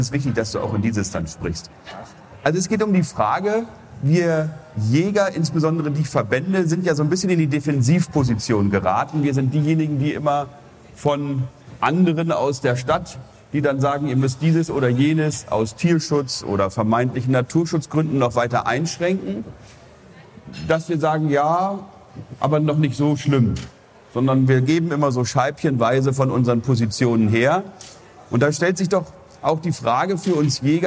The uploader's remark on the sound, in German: Messe-Rückschau 6/6. Die Tonqualität ist einer Besuchermesse entsprechend und nicht mit den Studio-Folgen vergleichbar.